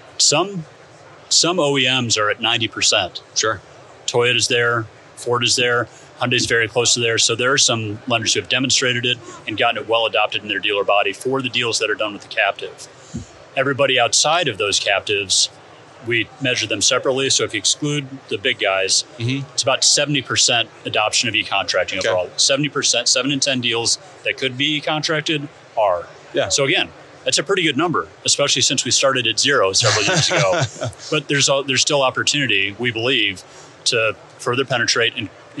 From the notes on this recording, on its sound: Connected from the NADA Show Floor! A few weeks ago at NADA, we had 11 great conversations in our booth on the show floor with people from different parts of the automotive industry.